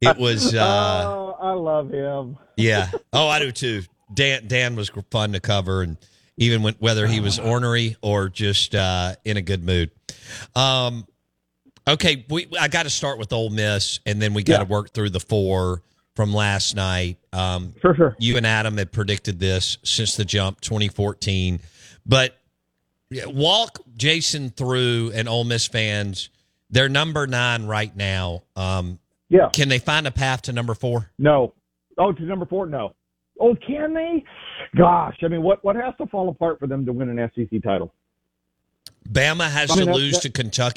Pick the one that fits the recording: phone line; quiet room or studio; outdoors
phone line